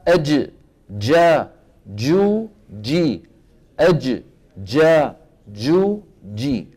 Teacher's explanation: اذا عند نطق الجيم الفصيحة من حيث المكان وسط اللسان، من حيث الصفة انحباس الصوت